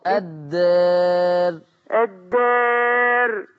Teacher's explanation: هنا الألف بتاعة الدار مقللة. أي. فهيترتب عليها ترقيق الراء